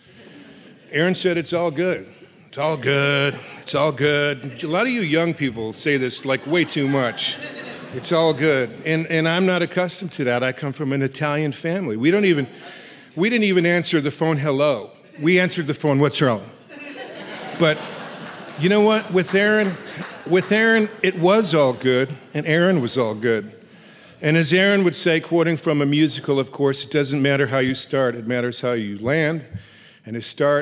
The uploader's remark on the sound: The Norris Group’s annual award-winning event, I Survived Real Estate is back, LIVE! Our 15th annual black-tie gala that benefits Make-A-Wish and St.